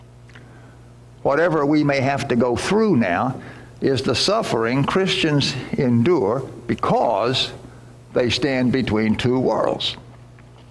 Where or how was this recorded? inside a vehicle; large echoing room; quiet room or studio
large echoing room